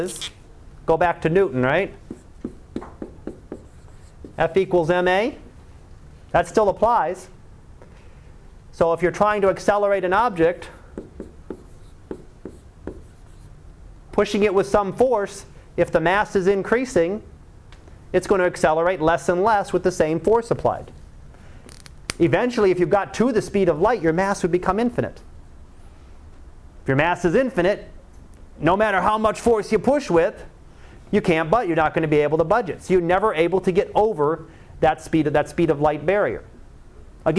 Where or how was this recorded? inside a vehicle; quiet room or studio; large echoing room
large echoing room